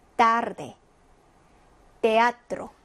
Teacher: 자, 때는 쌍디귿 발음입니다.